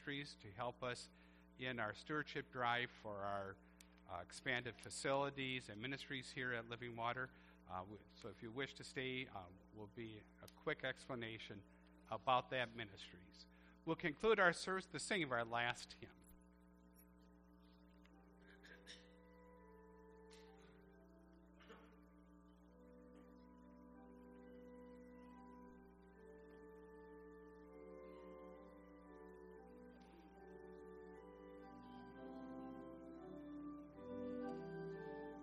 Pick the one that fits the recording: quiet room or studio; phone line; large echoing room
large echoing room